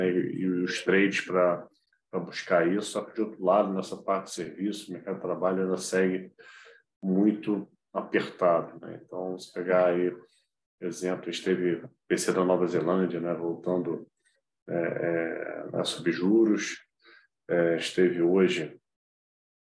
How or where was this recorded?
video call